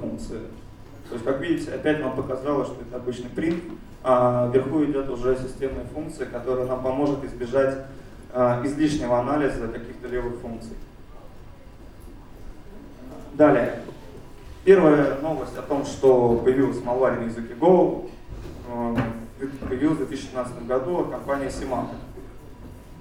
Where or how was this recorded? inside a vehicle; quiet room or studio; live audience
live audience